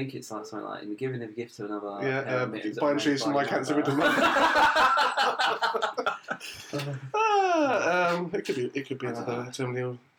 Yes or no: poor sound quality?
yes